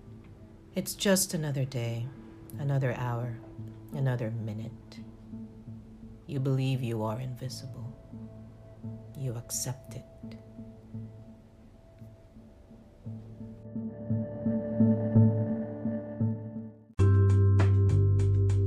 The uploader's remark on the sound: Apologies for the background noise.